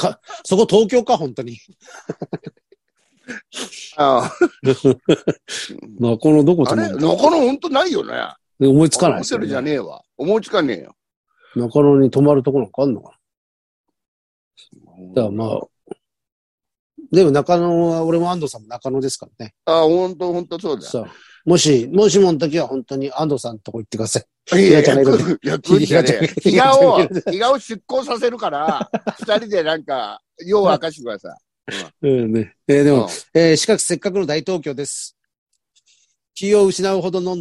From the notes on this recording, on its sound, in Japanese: ZOOMで収録